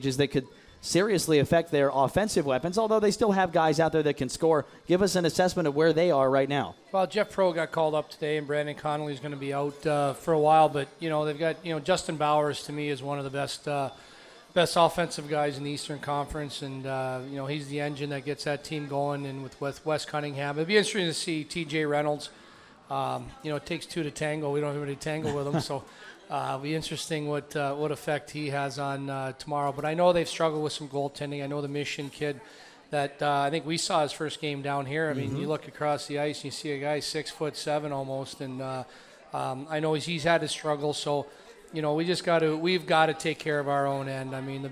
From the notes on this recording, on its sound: LIVE at Gameworks in Newport on the Levee